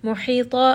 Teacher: Make sure you do give it توسط and roll it around in the throat just a little bit. محيطا، حاء is going to be from the middle of the throat. ضاء is going to be heavy.